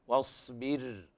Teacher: واصبر هكذا، واصبر، الصاد فيها استعلاء وإطباق وفيها حرف الصفير، فيها صفة الصفير، واصبر. والراء حكمها الترقيق لأنها ساكنة ومكسور ما قبلها